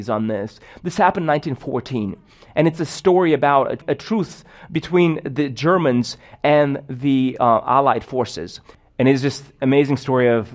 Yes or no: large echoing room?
yes